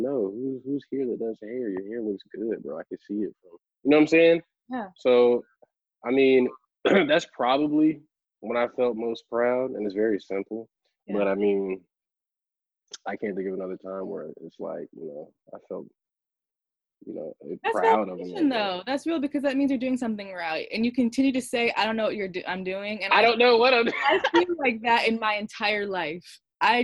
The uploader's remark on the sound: joins me for a Zoom call